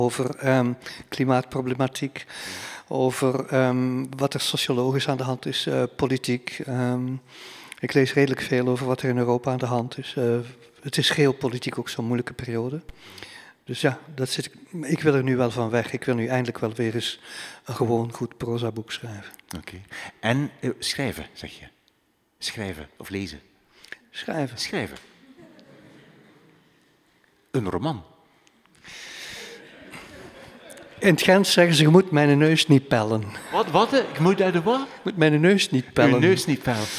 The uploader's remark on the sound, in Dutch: Deze aflevering van 'drie boeken' werd live opgenomen in de Belvedère, de bovenste verdieping van de Boekentoren in Gent.